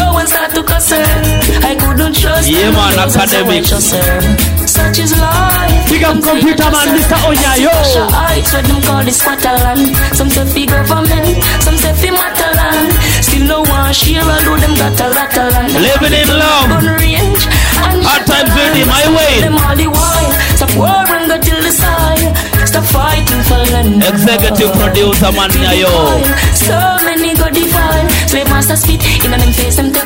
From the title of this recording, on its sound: Live at Nyanza House Club (2005)